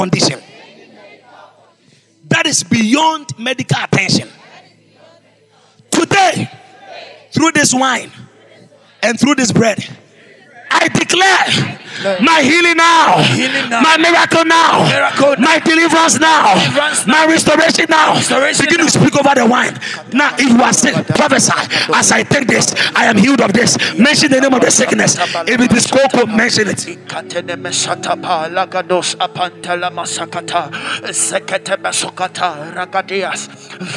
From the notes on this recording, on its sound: Preached at the Botanical Gardens